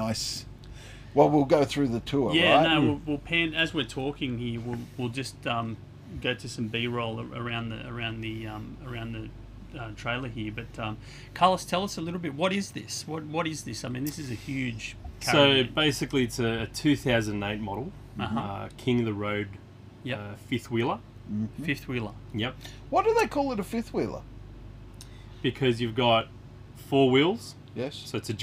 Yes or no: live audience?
no